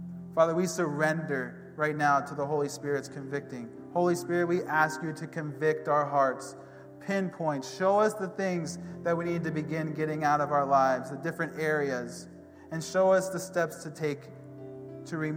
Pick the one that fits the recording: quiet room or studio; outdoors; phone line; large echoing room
large echoing room